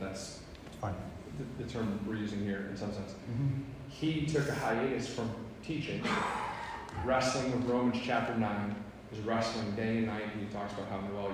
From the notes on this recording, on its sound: answer questions live from the audience